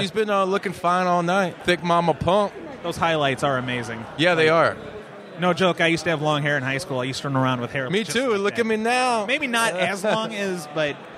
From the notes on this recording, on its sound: live from the #WarriorWrestling 4 VIP Fan Fest!